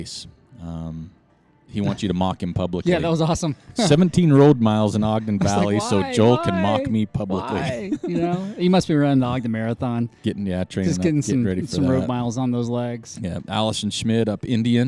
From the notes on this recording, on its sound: We went on location to Roosters Brewing Company in Ogden, Utah (again).